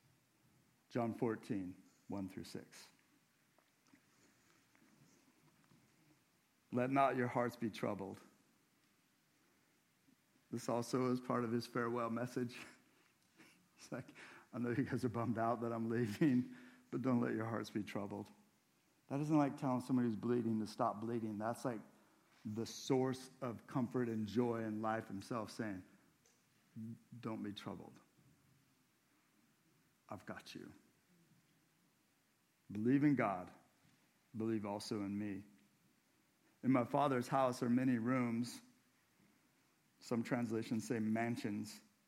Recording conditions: large echoing room